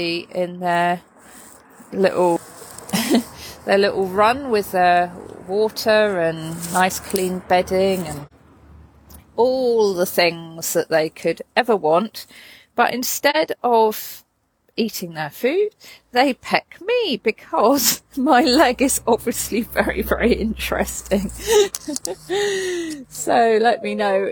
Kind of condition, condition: fault, sounds in the background